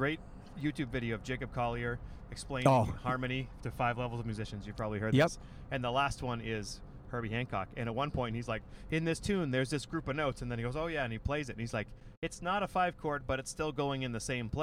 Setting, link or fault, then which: setting, inside a vehicle